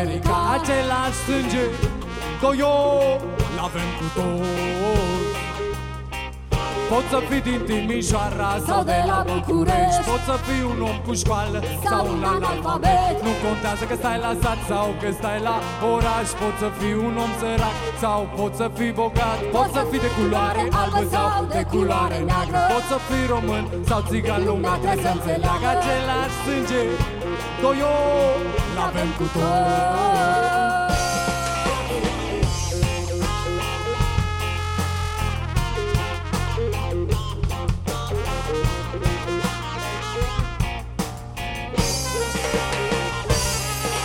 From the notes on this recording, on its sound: Live la Street Delivery Iasi, 2015.